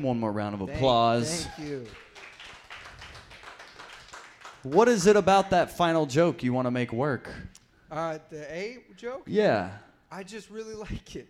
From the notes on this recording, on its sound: live on stage